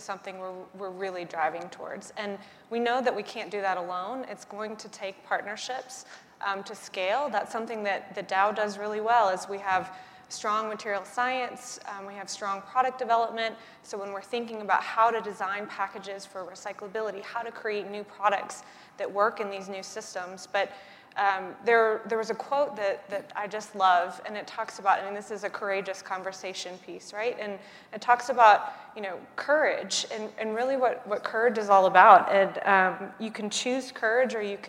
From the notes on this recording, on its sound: The best of live interviews from GreenBiz events.